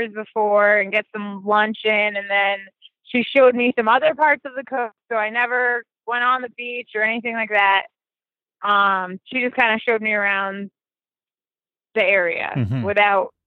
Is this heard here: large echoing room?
no